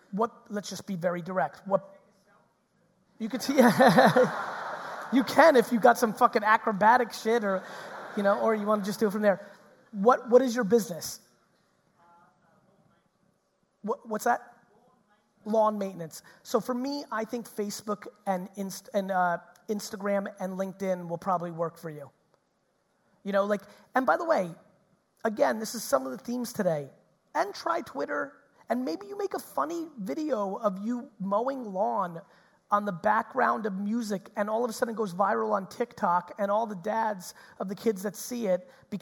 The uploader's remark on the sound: Auckland 2019 Keynote